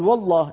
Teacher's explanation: إذن الهمزة في درج الكلام في وصل الكلام سقطت، لأنها همزة وصل تثبت في ابتداء الكلام فقط.